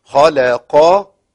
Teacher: عندنا قاف مفخمة في مرتبة عالية أيضا